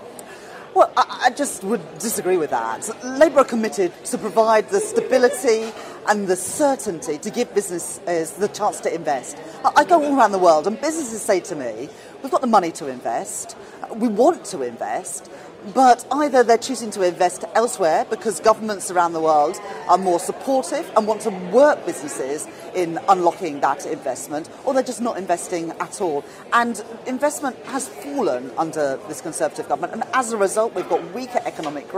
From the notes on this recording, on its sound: on the sidelines of the Labour Party Conference in Liverpool